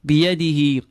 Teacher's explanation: Feel the ha exiting from the lowest part of your throat.